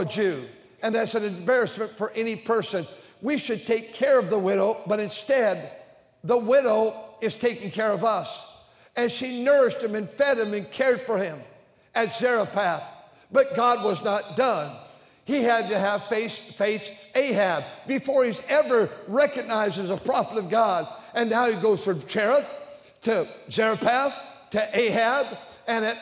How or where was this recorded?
large echoing room